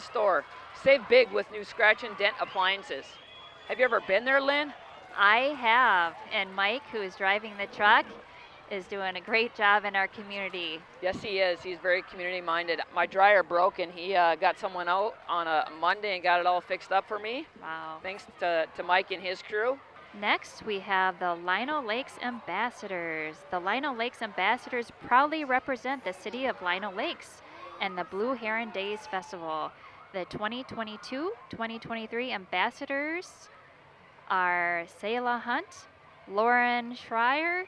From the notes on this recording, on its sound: The annual Dew Days Grand Parade from downtown Farmington. The rain came down for hours before the parade but cleared just in time to see all the great businesses, organizations and people of Farmington and surrounding communities.